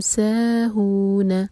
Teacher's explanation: سا مد تبعی دو حرکہ، ہو بھی دو حرکہ اور نا ایک حرکہ